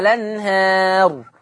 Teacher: طب ما انت قلت لنا الكلام ده يا شيخ، تدخل في حكم النقل على النحو التالي، لما يجي عندي لام أل زائد همزة قطع، لما تجيني لام أل زائد همزة القطع، ولفظ زي لفظ الأنهار في الآية 174 بتاعت النهاردة، الأنهار، مش لما بعمل نقل بشيل الهمزة وحط الحركة على اللام فتبقى لام مفتوحة